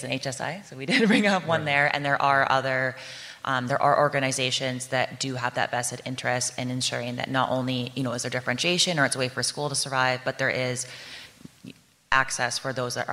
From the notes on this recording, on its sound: This special live episode of the podcast was recorded on stage at SXSW EDU 2023 in Austin, Texas.